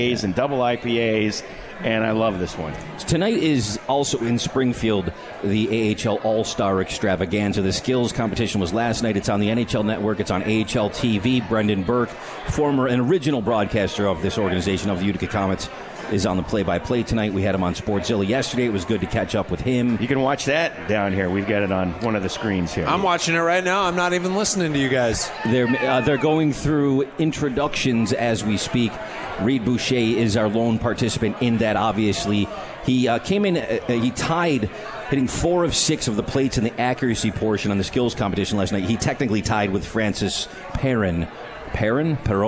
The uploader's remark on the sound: live from The 72 Tavern